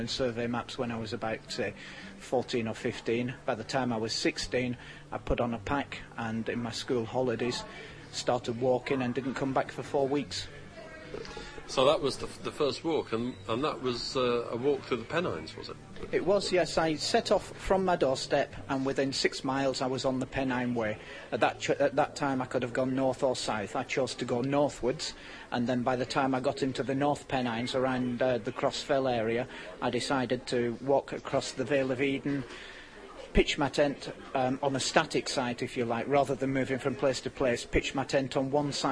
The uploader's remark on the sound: At this year’s Outdoors Show